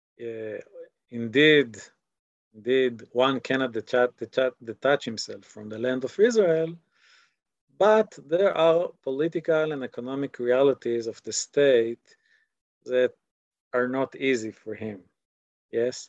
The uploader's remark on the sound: This audio was originally captured from Zoom